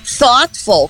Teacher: com a ponta da língua nos dentes, fricativa interdental de novo, não vozeada, não vibrando as cordas vocais.